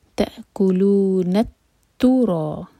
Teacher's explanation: را ہیوی اور دو حرکہ لمبا